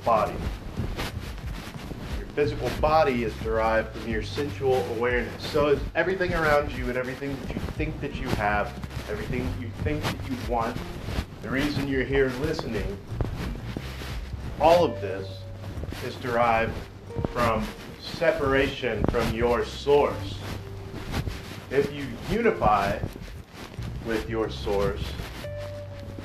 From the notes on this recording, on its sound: Sorry for mic interference. Used airpods instead of lapel mic.